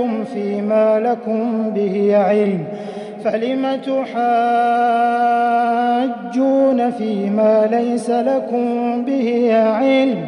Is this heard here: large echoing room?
yes